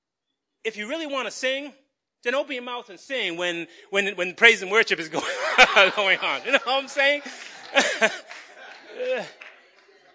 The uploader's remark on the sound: Recorded on 2017-03-19 at the 8:30am Service.